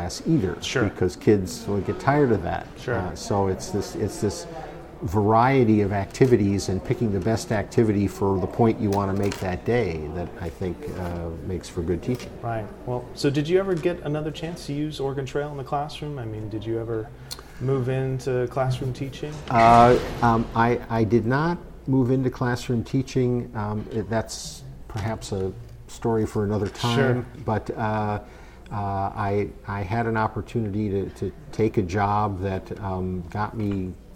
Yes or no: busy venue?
yes